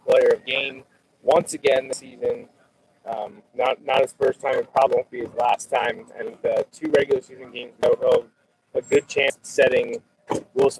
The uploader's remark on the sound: Recorded LIVE from Lebanon. This episode was recorded live via iPad in the parking lot near Earl Boltz Stadium in Lebanon about 30 mins. Following the conclusion of the game. The audio quality is poor and the stream drops out repeatedly.